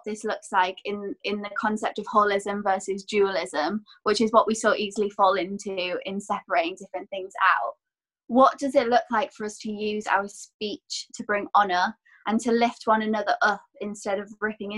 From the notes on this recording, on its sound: It was filmed over a Zoom call and so we apologise for the poorer sound quality